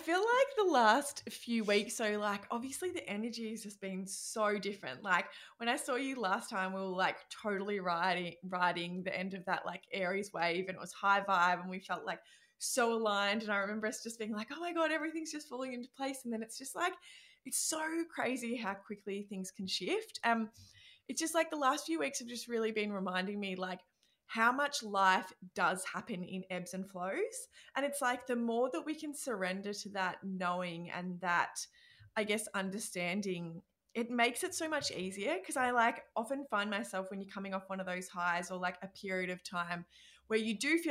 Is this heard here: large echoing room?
no